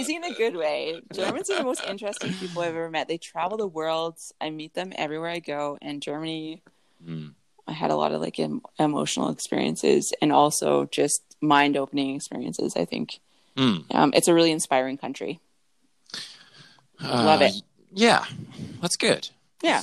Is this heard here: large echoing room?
no